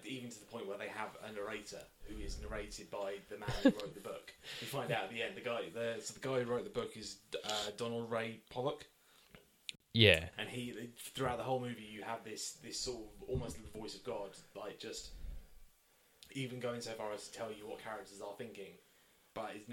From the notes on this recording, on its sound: Apologies for the poor audio quality on this one but we didn't want to just throw it away.